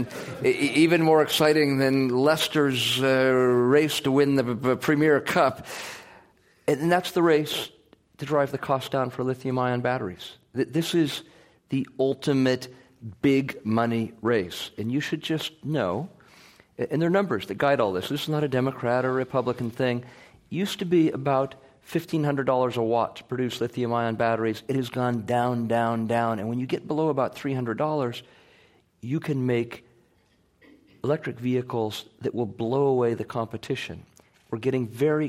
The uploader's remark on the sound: A recent Climate One event. This program was recorded in front of a live audience at the Commonwealth Club of California on May 5, 2016.